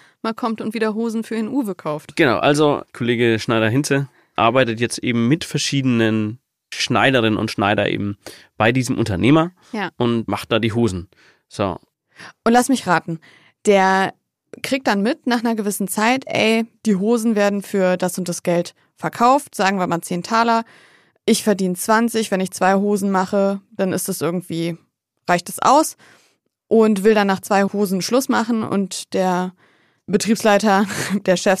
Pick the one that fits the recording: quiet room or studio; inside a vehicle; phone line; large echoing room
quiet room or studio